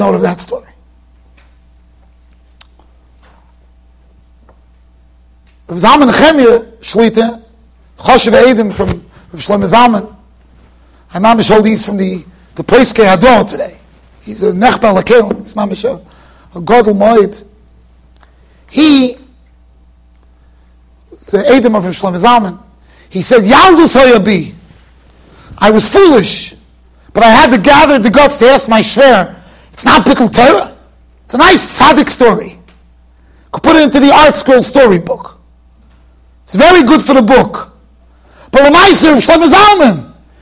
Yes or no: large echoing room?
yes